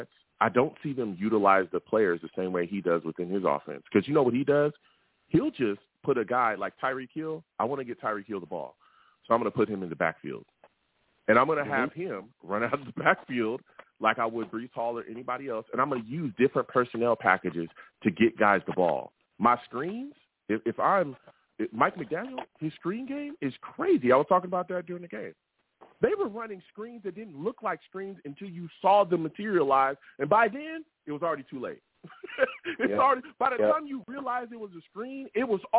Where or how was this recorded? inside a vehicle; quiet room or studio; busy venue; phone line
phone line